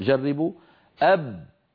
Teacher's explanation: هناك صوت وهواء محبوس يريد أن يخرج ولكن الشفتين أغلقت الطريق أمامه